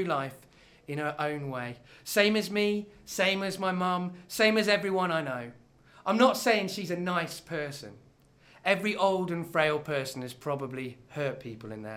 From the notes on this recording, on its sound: extracts from the live Stand Up Tragedy that happened at The Leicester Square Theatre on Monday 2nd April 2012